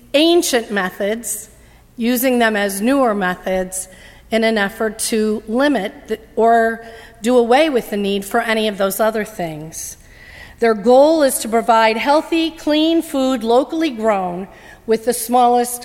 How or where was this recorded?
large echoing room